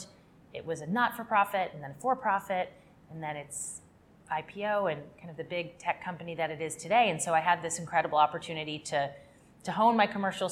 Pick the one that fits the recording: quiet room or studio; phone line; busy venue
busy venue